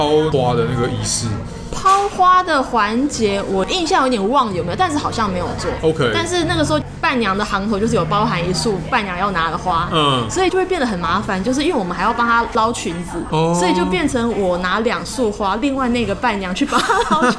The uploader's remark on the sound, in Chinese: 本集白噪音指數：微風級 2/5。錄音地點： Toasteria Cafe 吐司利亞 - 永康店。